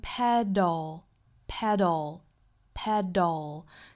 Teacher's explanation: 这个时候是舌尖的位置去弹一下硬腭之后就去发舌侧音了 · Term: 美音